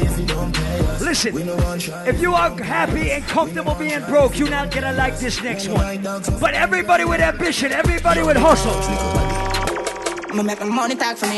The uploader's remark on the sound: LIVE AT ISLAND SATURDAYS ON OCTOBER 19TH